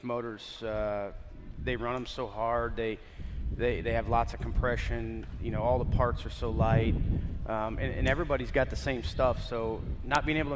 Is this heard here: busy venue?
yes